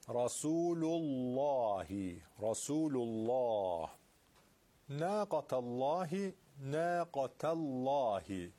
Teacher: الله اینجا تغلیظ میشه لامش به خاطر که ما قبلش فتحه هست